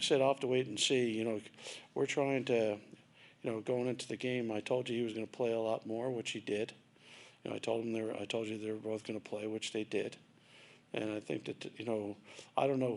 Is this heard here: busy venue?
yes